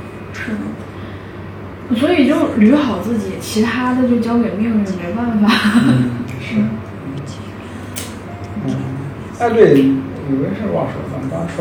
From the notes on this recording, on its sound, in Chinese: 房间空调声音很大…所以有杂音，收听请适当调整音量。